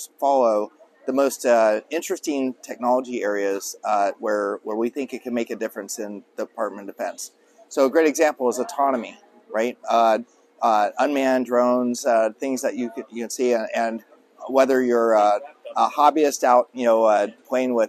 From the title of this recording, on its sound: Live from RNDF22